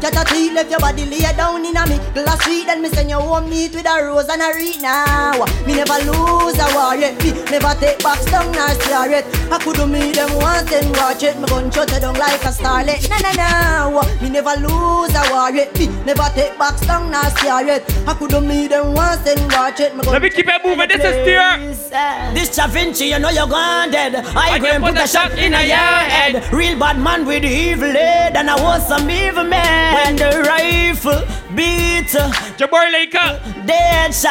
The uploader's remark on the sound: This is recording of me performing live at TEAR UP Cruise Oct 8th on the MV DREAM CHASER